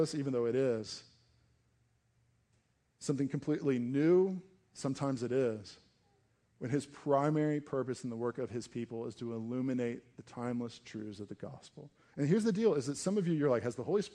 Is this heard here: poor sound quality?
no